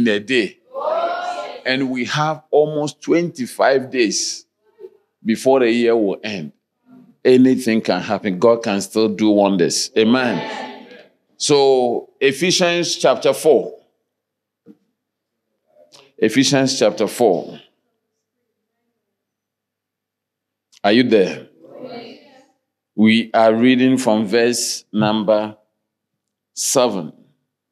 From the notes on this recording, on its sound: Sermon delivered on Friday, December 7, 2023, at Strong Christian Church in Cape Town, South Africa.